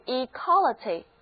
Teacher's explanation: 仍然要努力哦。这里最后要强调就是 equality，它的重音已经挪到第二个音节了